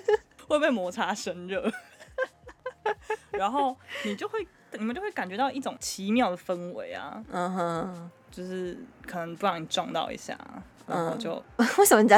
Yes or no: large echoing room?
no